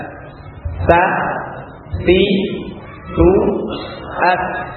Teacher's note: Ujung lidah dengan ujung gigi seri yang atas.